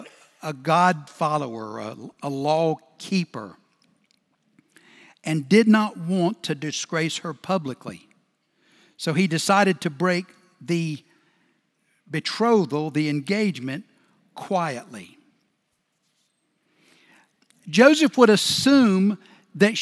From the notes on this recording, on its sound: Recorded Live at Brookwood Church on 12.10.2023